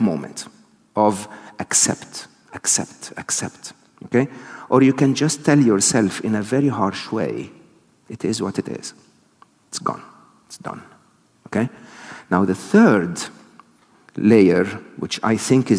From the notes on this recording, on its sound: This episode was recorded live at Shoreditch Town Hall on 5th October 2022.